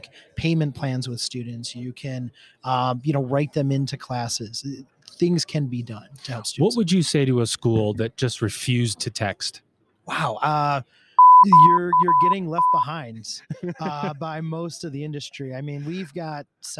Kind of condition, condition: setting, busy venue